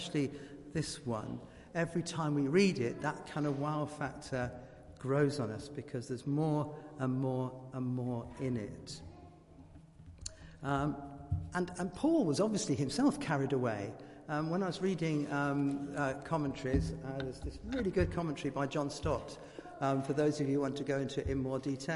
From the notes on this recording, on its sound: Christ Church, Bayston Hill (UK)